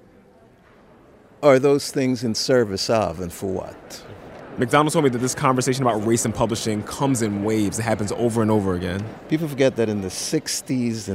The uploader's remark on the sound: camp out at one of the biggest conferences for writers on the planet, held by the Association of Writers & Writing Programs